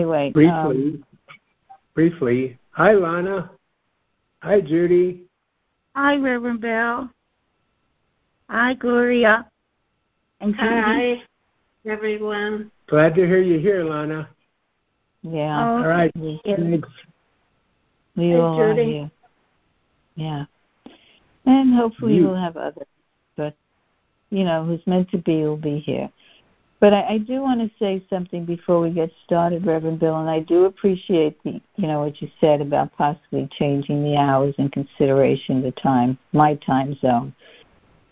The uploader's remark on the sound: joining together on a Free Conference Call